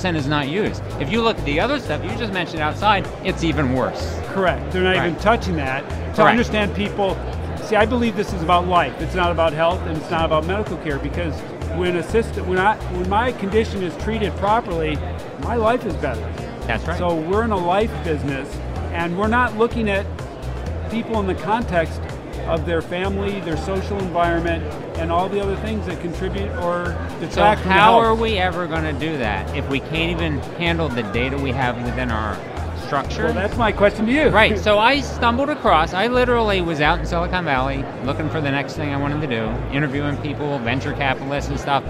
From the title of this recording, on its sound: LIVE from #HIMSS16